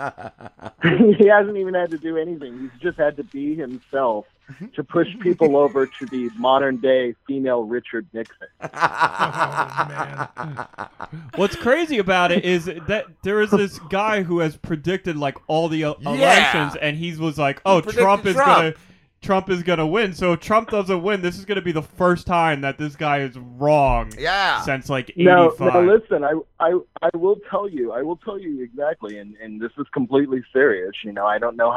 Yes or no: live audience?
no